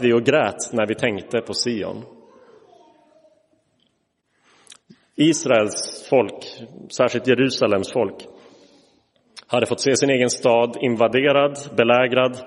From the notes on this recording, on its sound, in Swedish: Inspelad i Roseniuskyrkan den 29 oktober 2023.